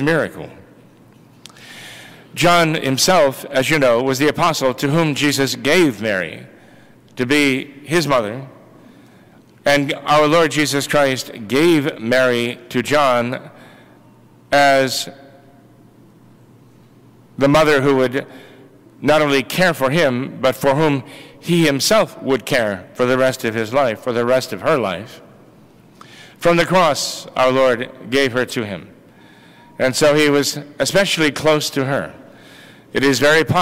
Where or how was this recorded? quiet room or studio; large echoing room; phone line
large echoing room